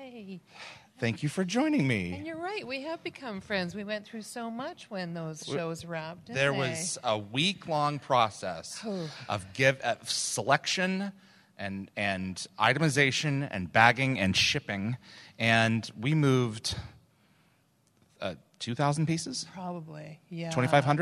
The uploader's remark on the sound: Please note, as this was a LIVE, on-site event with a slideshow presentation, this episode is not optimized for an audio podcast. LIVE from the Gatecon stage to take us through a slideshow.